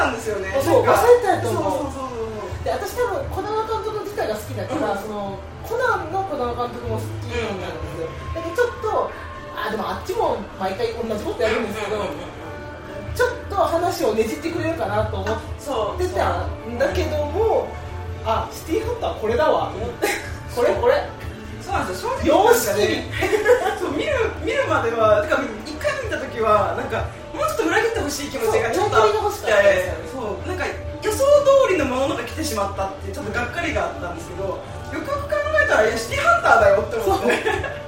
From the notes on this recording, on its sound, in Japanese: カラオケでの録音につきお聞き苦しいところがございますが何卒ご容赦ください